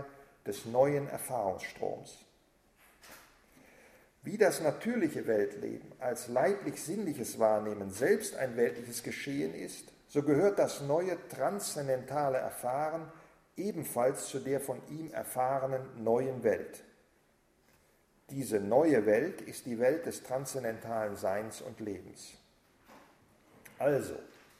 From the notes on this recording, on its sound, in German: Vortrag im Rahmen der Husserl-Arbeitstage 2009.